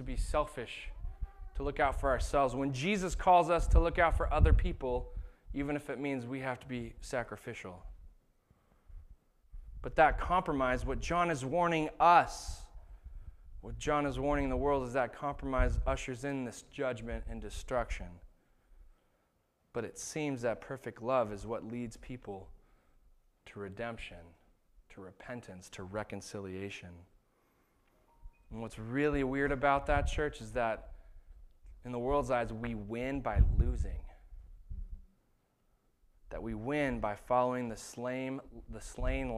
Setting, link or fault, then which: setting, large echoing room